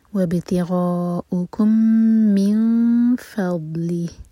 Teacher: میم اور میم کا ادغام، میم کو ٹائم دیں گے. وابتغاؤکم من فضلی، فضلی تو دوت پر قلقلہ نہ ہو، زبان کی سائڈ سے پڑھیں گے اور استطالہ کریں گے، تھوڑا ٹائم دیں گے دوت پر.